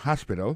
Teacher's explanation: accent tombe sur le premier syllabe, il y a trois syllabes